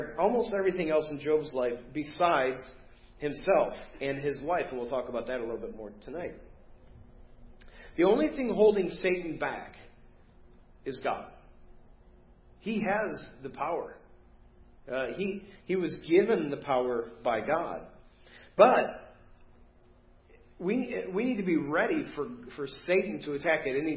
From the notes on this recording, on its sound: Preached at First Baptist Church of Hazel Park